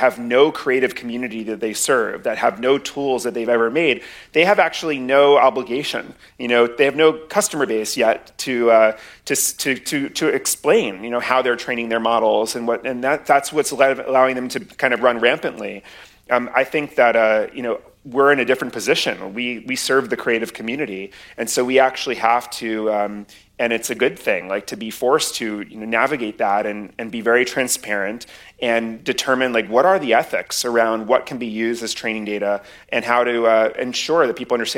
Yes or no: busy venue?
yes